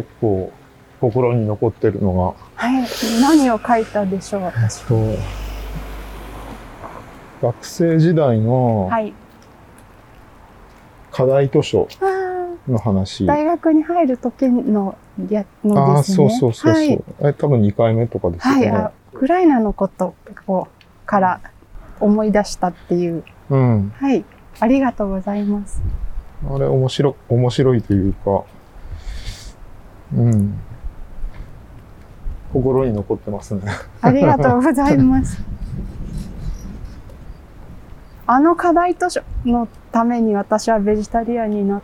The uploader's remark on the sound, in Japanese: 誰かと散歩しながら収録しております。ちょうど夏休みの静かな弘前大学のキャンパスをおしゃべりしながら散歩。